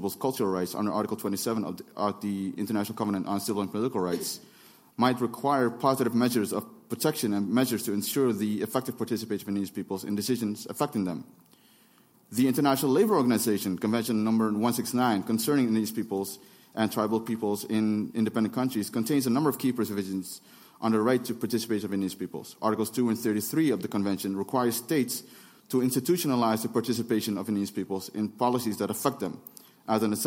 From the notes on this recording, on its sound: This presentation was recorded at the UNFCCC in Bonn at the first activity of the Local Communities and Indigenous Peoples Platform.